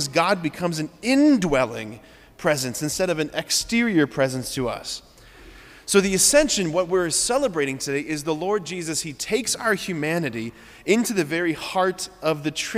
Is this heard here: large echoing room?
yes